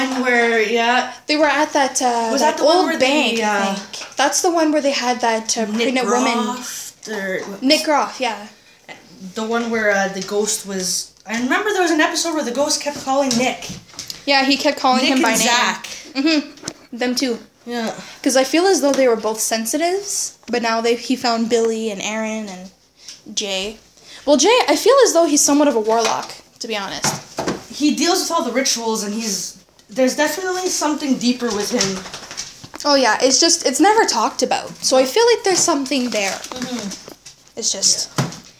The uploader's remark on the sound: Not the right mic but will get one soon.